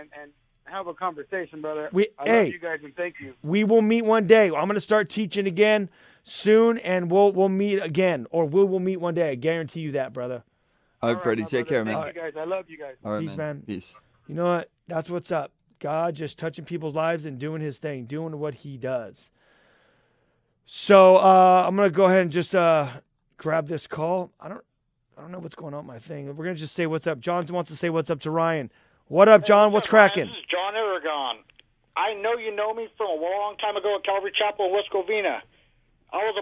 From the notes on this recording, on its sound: Taking Live Calls